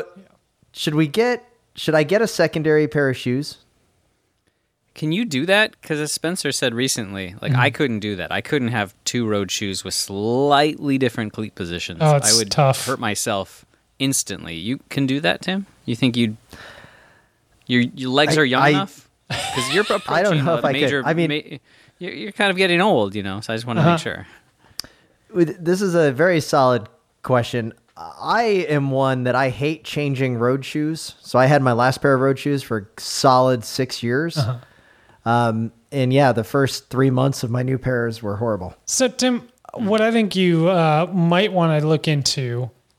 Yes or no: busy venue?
no